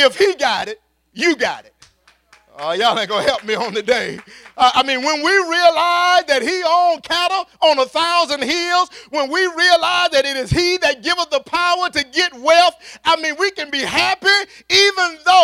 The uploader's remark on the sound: at Faith City Church in Clayton NC